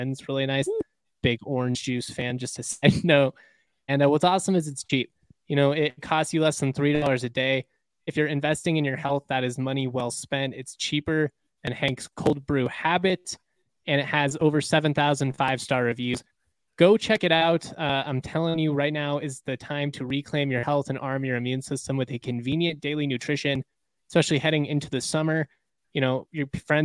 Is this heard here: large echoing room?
no